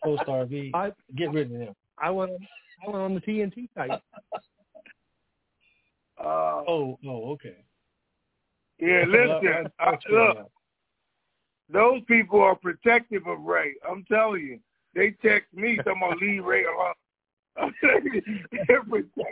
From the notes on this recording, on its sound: TNTSuperfantastic Conference Call